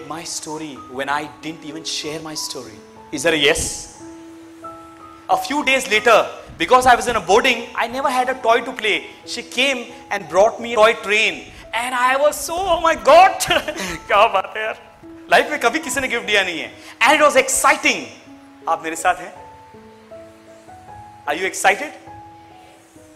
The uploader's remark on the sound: This is an audio version of a live keynote speech moment delivered to 1200 + Teachers at Lucknow India